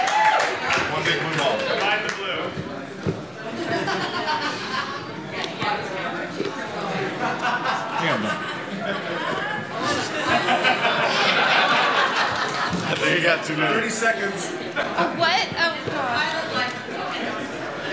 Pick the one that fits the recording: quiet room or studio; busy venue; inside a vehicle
busy venue